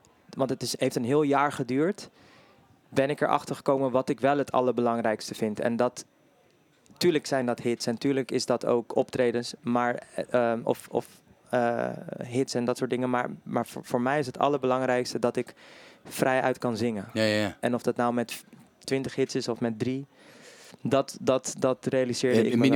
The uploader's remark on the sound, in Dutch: Feest in de kleinste kroeg backstage bij De Vrienden van Amstel LIVE.